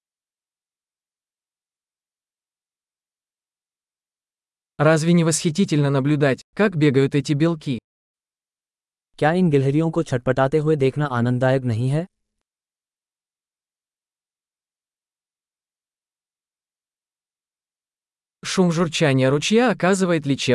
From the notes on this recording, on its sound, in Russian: Шум журчания ручья оказывает лечебное воздействие. Панорама с этой вершины холма захватывает дух.